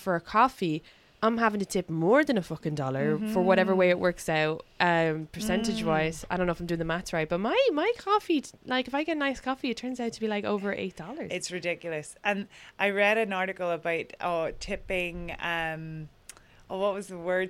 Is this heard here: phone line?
no